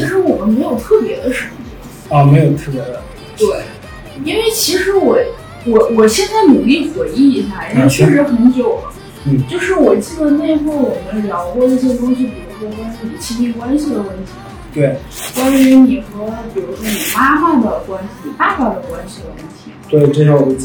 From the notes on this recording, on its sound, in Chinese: 房间空调声音很大…所以有杂音，收听请适当调整音量。